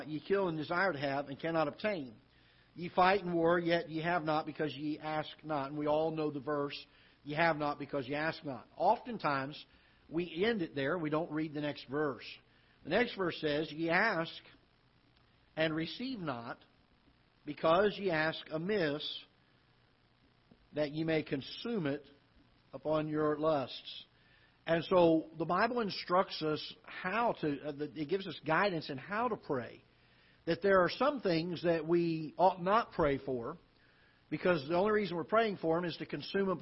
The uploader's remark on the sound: Ketha Heights Baptist Church ~ Live Broadcast